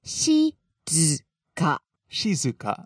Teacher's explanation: So, starts high, then down low. · Term: pitch accent